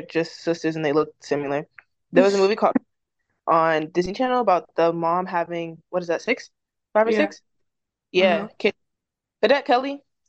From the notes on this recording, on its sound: We're remote again this episode so if it sounds weird bear with us